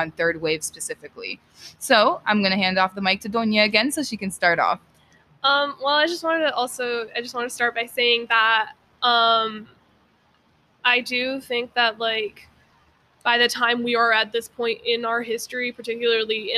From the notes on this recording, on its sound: If you guys hear background noise, I apologize we were outside recording.